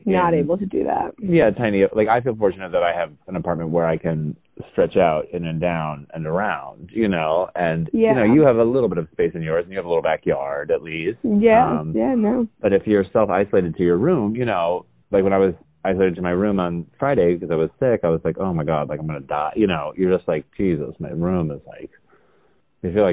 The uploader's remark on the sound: The sisters try out hosting the pod while properly isolated via recorded phone chat.